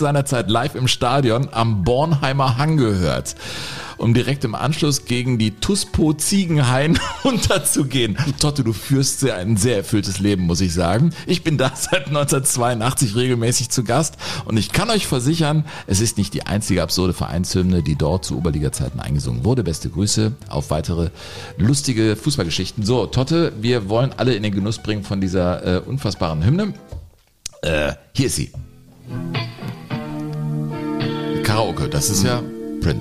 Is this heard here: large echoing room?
no